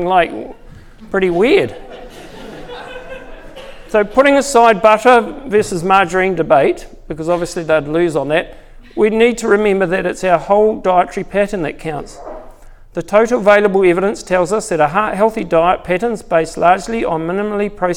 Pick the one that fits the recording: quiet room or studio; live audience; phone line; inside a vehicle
live audience